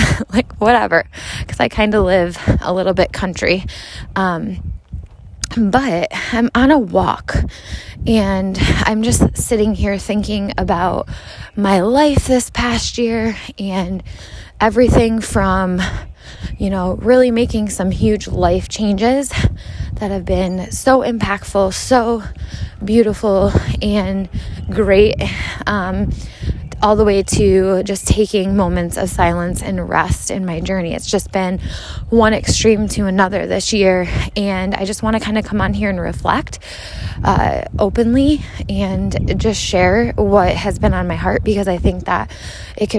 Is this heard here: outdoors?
yes